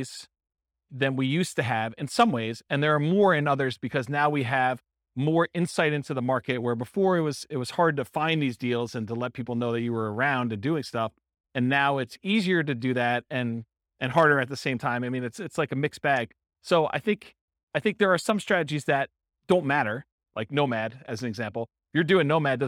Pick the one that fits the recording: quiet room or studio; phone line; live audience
live audience